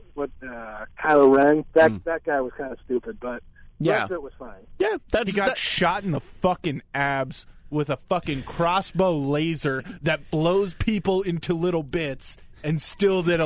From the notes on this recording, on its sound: On the phone from Boston.